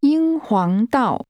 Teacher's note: The tones are high level, rising and falling.